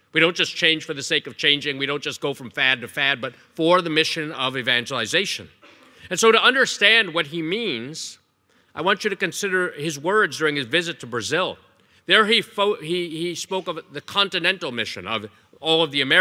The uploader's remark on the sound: Evangelization Leadership Conference Keynote Talk